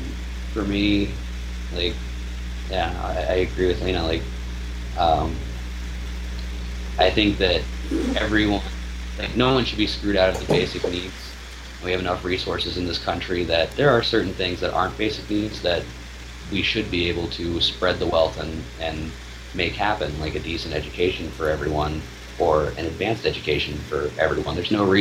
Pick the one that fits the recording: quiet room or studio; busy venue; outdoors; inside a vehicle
outdoors